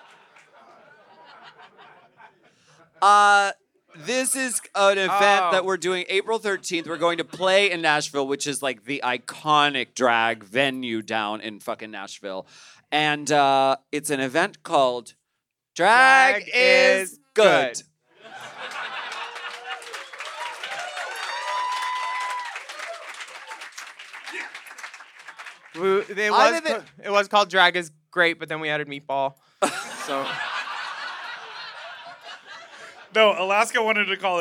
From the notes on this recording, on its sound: LIVE on stage at The Virgil in Los Angeles